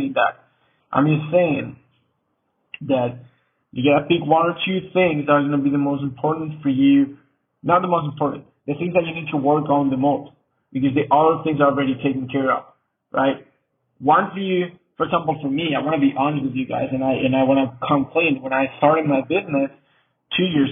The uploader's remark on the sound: Sorry for the quality of the sound, we had some technical problems